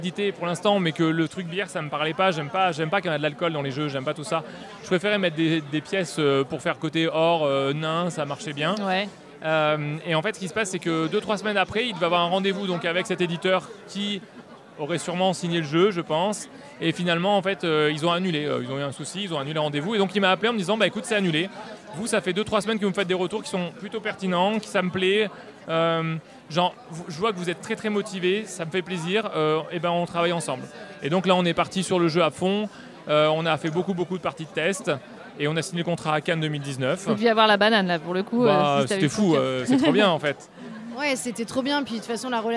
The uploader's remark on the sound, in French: Rencontre avec le couple lors du festival Paris est ludique 2023.